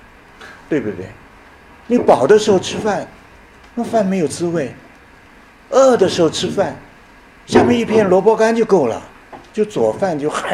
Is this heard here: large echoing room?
yes